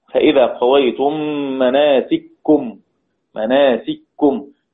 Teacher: إسكان الحرف الأول ثم إدخاله في الثاني فتصير كاف واحدة مشددة · Term: بإدغام الكاف في الكاف